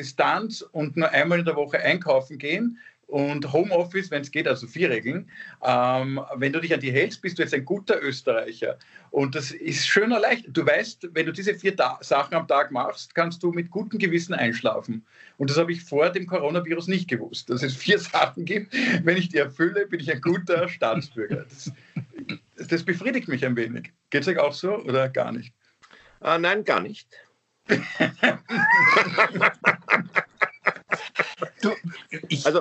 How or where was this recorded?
video call